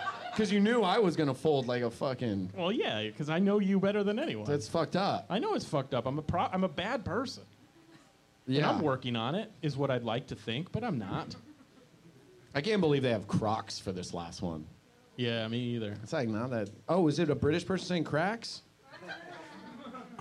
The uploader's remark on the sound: Live podcast gameshow at The Bus Stop in San Francisco!